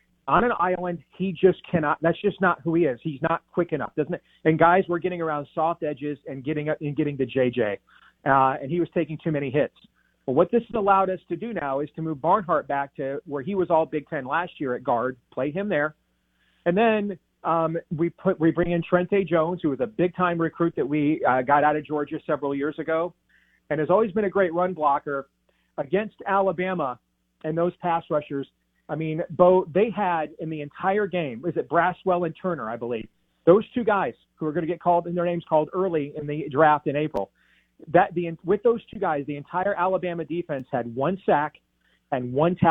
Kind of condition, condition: link, phone line